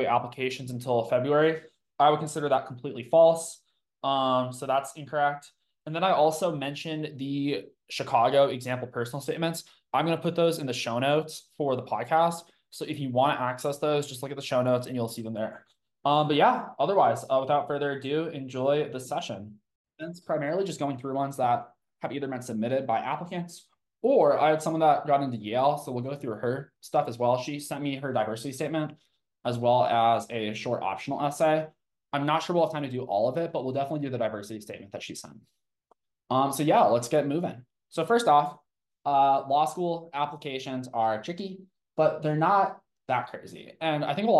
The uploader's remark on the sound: from Live Zoom Session